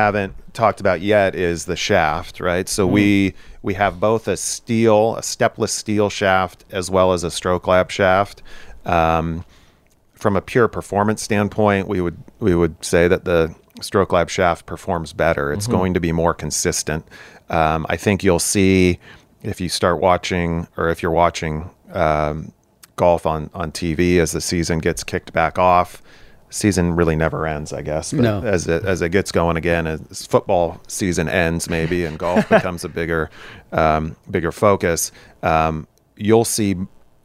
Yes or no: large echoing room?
no